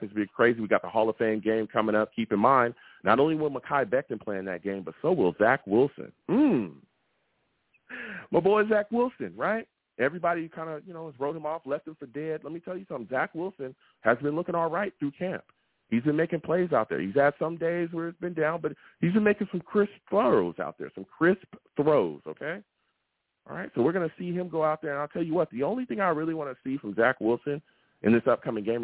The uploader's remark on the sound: I take live callers!